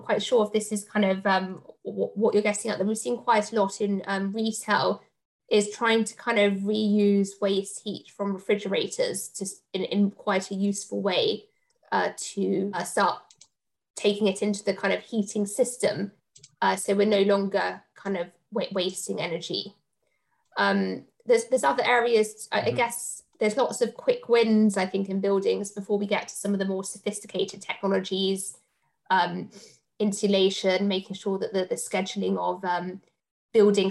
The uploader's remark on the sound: In our live Q&amp;A we answer the audience's questions on the topic. Live Webinar. In our live Q&A we answer the audience's questions on the topic.